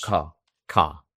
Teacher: la R muda, lo hacen también los australianos